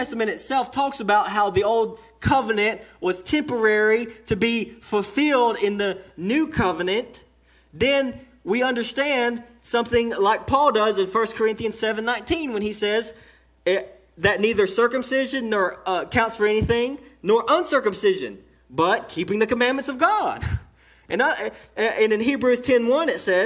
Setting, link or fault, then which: setting, large echoing room